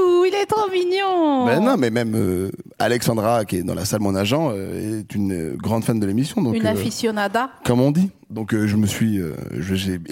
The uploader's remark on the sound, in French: enregistré en mai 2022 à la Scala Paris